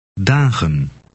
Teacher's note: It has a long A sound because it occurs at the end of a syllable.